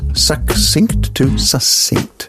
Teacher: It is quite common to hear the word succinct pronounced succinct. KS becomes SS.